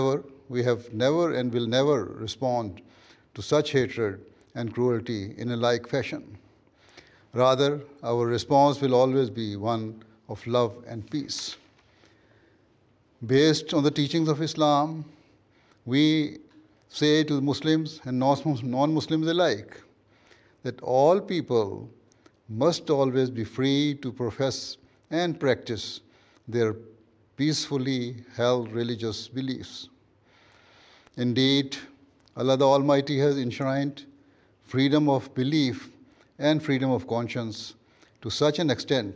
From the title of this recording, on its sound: Address at the International Ministerial Conference UK 2022